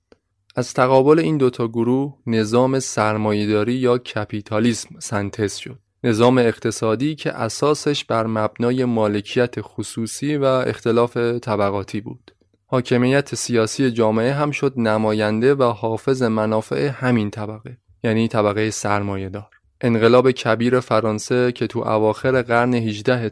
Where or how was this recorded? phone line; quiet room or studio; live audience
quiet room or studio